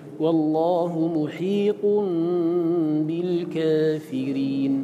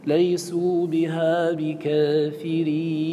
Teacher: نعم، المهم أن كلمة كافرين إذا كانت بياء، سواء كانت بأل أم بغير أل، فالألف أو الألف منها وهي التي بعد الكاف تقلل من أجل الراء